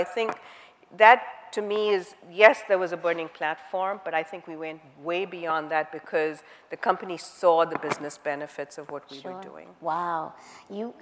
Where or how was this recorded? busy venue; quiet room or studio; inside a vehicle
busy venue